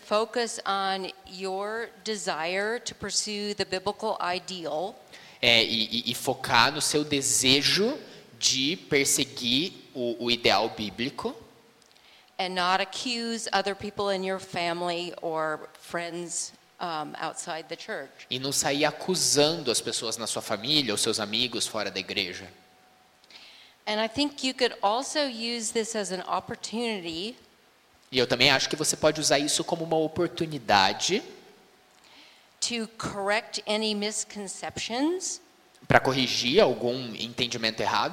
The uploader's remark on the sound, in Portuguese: Conferência de Mulheres IBJM. Audio gravado na Igreja Batista Jardim Minesota.